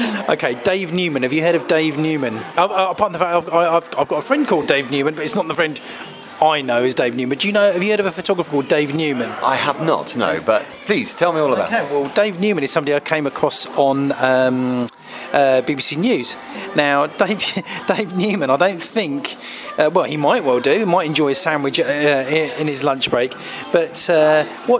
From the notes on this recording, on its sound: recording in a Beefeater whilst on a 3 day shoot